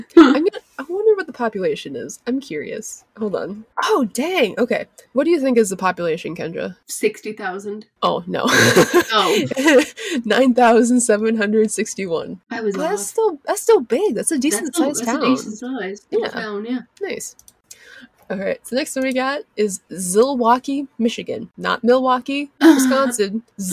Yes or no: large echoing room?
no